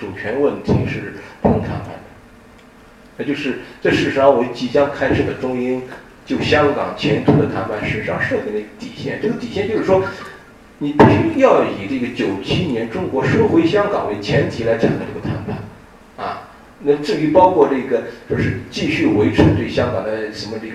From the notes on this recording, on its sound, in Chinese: 本系列音频是由“复兴论坛”系列讲座录音整理而成